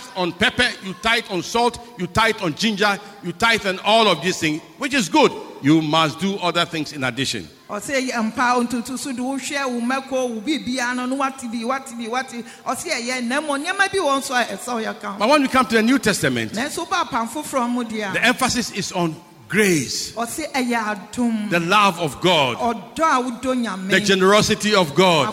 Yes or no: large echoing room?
yes